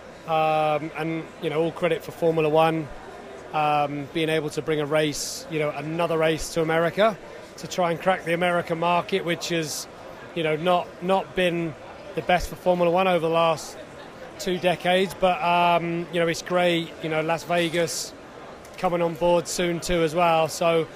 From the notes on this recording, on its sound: Speed City is live from the Miami Grand Prix! Post race thoughts and analysis from the booth in Miami. Sound from the paddock.